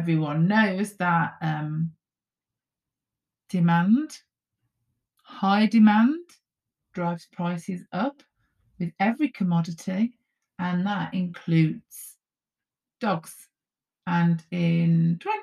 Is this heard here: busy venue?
no